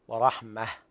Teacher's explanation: كلمة رحمة ليس فيها مد ورحمة بدون مد الميم